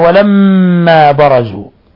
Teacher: ميم مشددة تغن مقدار حركتين